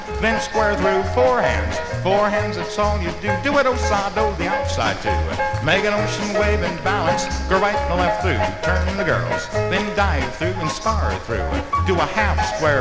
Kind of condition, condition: setting, busy venue